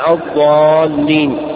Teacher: ومعنى الاستطالة امتداد صوت الحرف من أول حافة اللسان إلى آخرها حتى اتصل بمخرج اللام